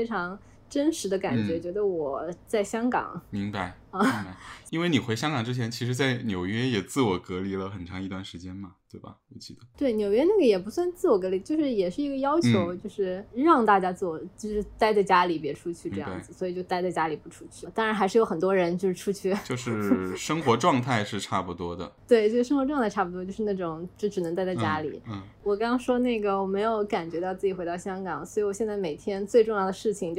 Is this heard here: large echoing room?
no